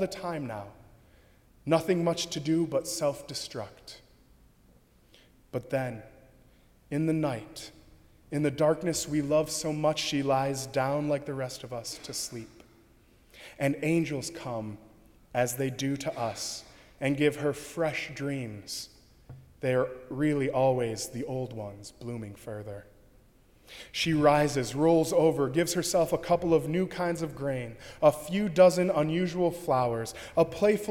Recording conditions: large echoing room